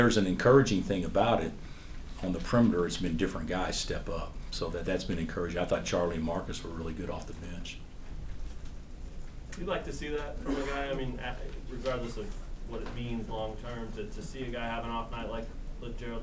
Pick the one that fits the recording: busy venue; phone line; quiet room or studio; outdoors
busy venue